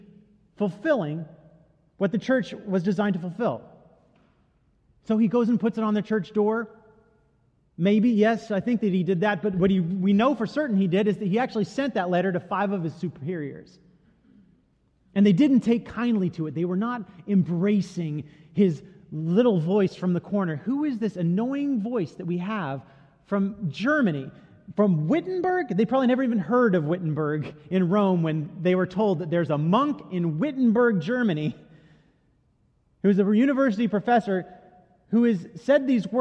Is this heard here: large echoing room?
yes